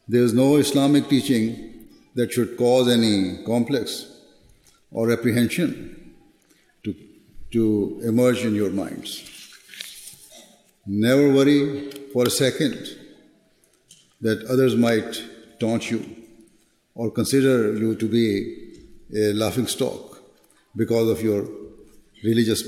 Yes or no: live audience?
yes